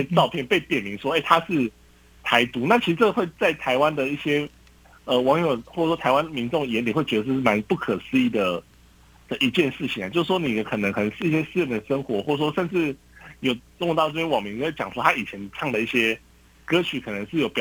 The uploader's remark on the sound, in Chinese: 連線訪問中央社駐上海記者